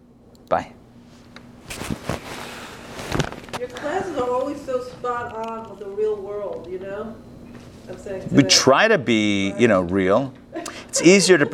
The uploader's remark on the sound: Recorded live at the Intown Jewish Academy on November 14, 2021